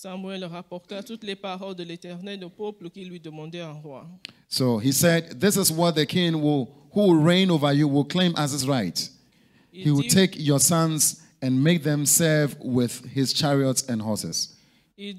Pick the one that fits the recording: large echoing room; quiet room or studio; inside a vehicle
large echoing room